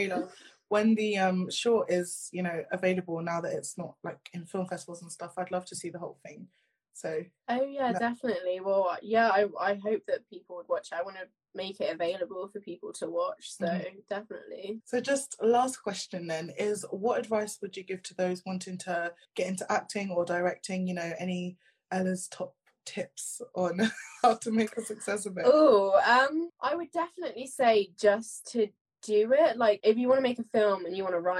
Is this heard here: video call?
yes